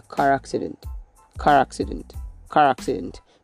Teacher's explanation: It's possible to have the R sounded even in British English when you make use of the linking R. So when I said car accident, it would be pronounced the same way in British and American English.